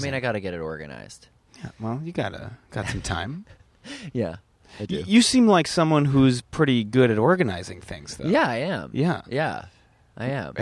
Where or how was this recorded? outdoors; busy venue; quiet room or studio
outdoors